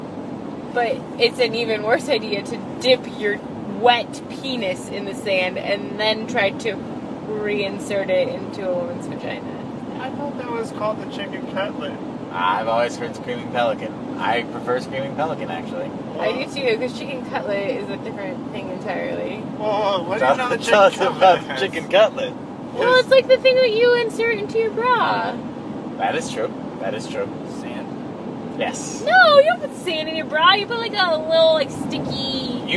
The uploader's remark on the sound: We are on a drive to Canada as usual and recorded one in the car!